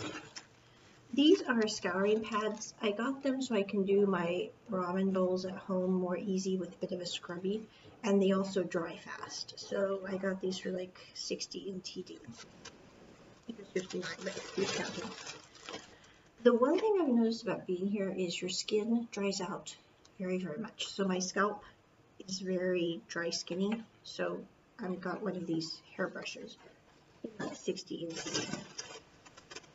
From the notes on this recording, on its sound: Sorry for the poor audio quality--this was recorded early this year and I was still working out audio kinks.